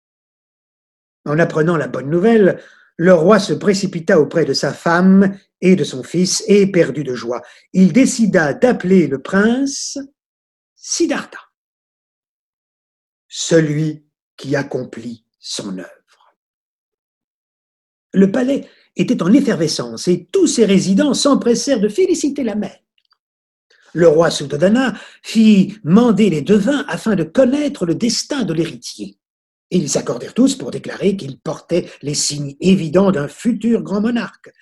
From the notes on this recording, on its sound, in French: Sessions en direct de 2020 par téléconférences